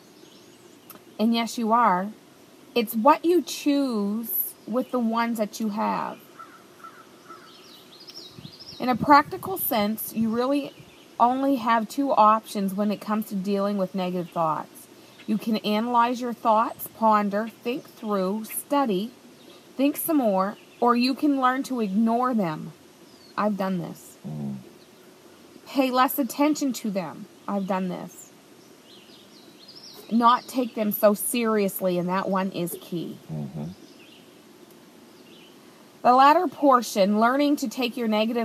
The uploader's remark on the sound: I used my iPad to record this podcast so I apologize for the listening quality